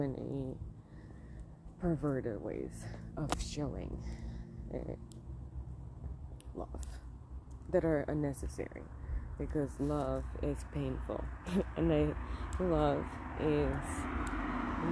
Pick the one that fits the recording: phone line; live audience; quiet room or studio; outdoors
outdoors